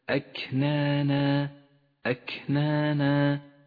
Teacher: لاحظ صفة الهمس لحرف الكاف في كلمة أكنانا أكنانا، أجري النفس مع هذا الحرف وإلا غدا حرفا ضعيفا.